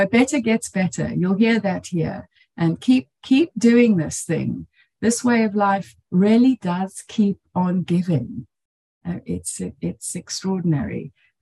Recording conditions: video call